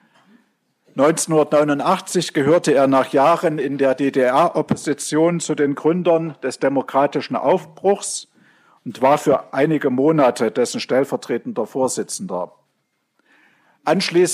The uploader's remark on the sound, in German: Das Podium wird wiedergegeben; Fragen aus dem Publikum sind in ihren zentralen Inhalten nachgesprochen.